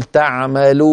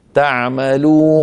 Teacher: تعمدت إعمال الخيشوم، إعمال صوت الغنة من الأنف مصاحبا لصوت الواو · Shown in: second take